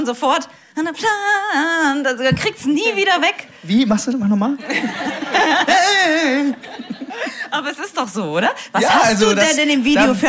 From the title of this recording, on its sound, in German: beim Liedergut Abend am Nürburgring (UNCUT)